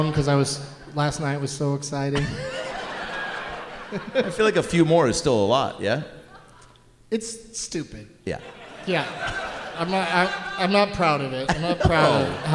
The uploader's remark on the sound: Live from the Neptune Theatre in Seattle